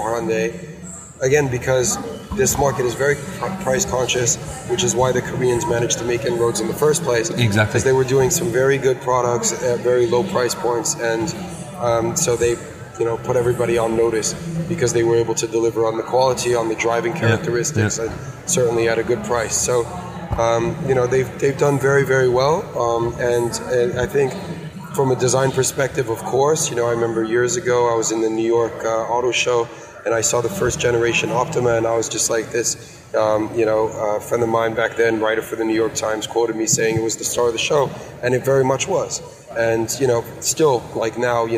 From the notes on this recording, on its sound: Live from the Volvo Stand on the LA Auto Show